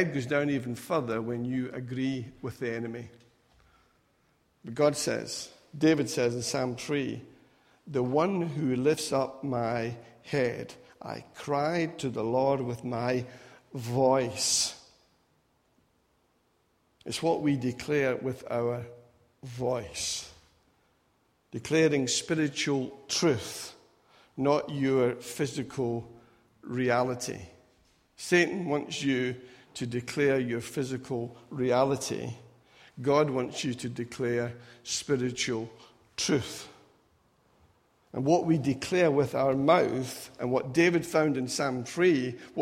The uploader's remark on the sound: Recorded at freedomcentre church, Preston on Sunday 12th November 2017